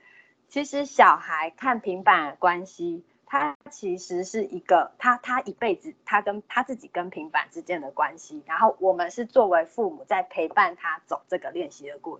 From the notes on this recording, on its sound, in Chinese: 此為線上課程錄音檔